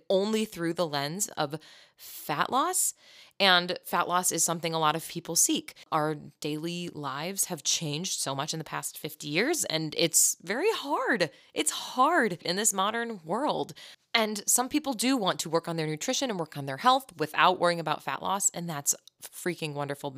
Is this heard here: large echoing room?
no